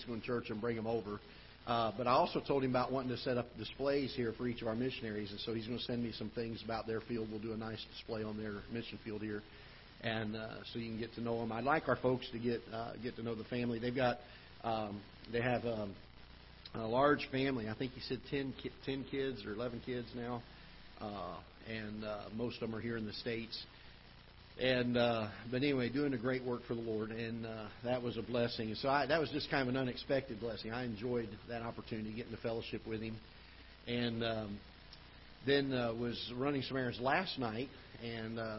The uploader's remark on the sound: Ketha Heights Baptist Church ~ Live Broadcast